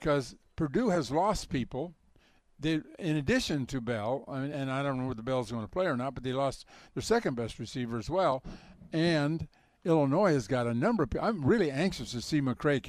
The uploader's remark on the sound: broadcast live from Ross-Ade Stadium at Purdue University